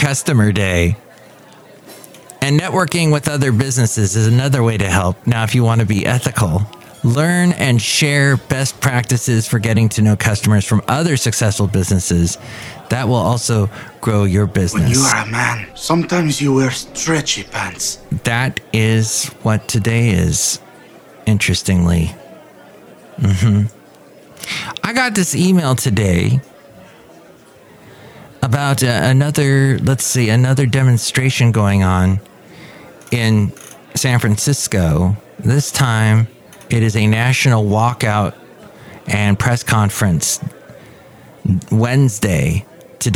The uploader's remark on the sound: podcasts live from Café Anyway